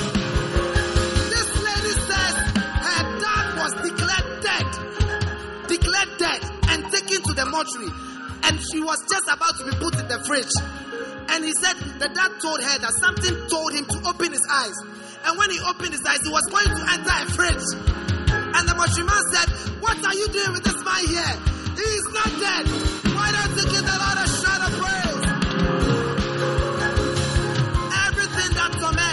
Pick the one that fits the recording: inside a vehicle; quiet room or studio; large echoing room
large echoing room